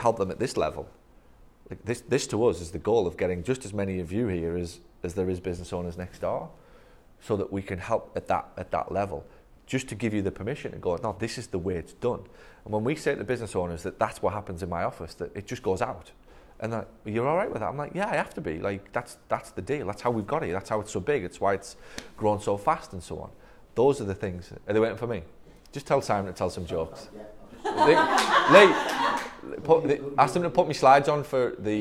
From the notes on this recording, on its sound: This one is a conversation I recorded at a recent Mastermind Event in New Orleans. It was in a room full of marketing assistants and front desk people who where at the event with their boss.